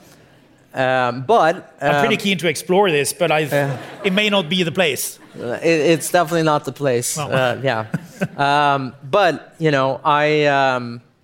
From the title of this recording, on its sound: Live podcast